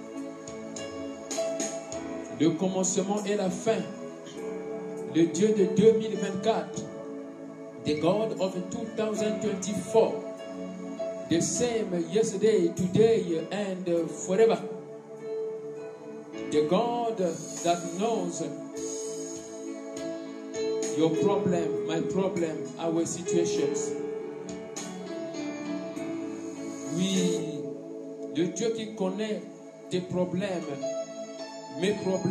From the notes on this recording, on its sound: Sunday Live Service.